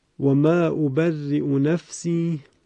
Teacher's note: اما وجه دیگر که در همین یک مورد استثنایی از بزی از ابن کثیر روایت شده است به این شکل هست که ما همزه را ابدال به واو می کنیم و واو به وجود آمده و واو کلمه در هم ادغام می شود. در واقع یک واو مشدد و مکسور اینجا به وجود می آید